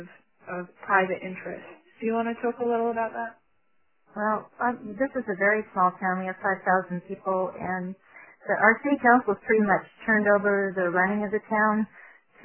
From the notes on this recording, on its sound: On this CommunityMatters conference call recording.